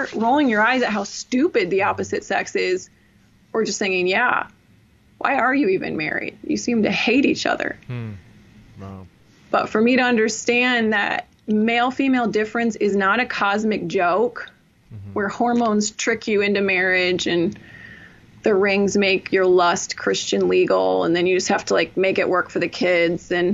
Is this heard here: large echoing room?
no